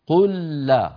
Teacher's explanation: التقى في النطق لامان، لام ساكنة ولام مفتوحة، فأدغمت اللام الأولى في الثانية